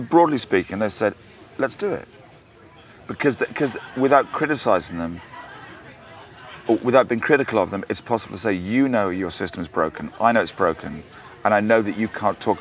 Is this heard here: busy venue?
yes